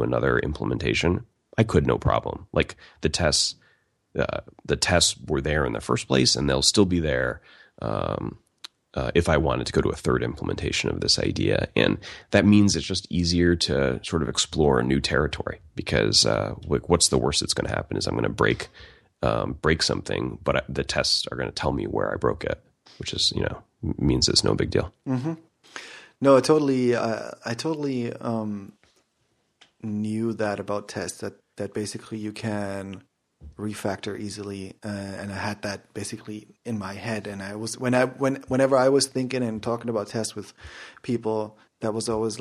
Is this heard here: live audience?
no